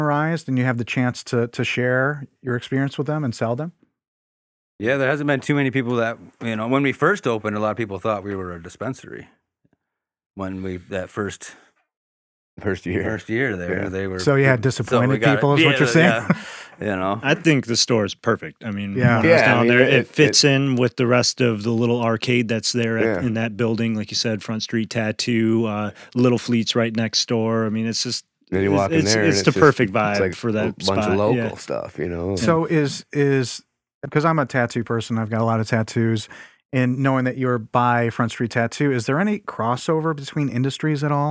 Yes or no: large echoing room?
no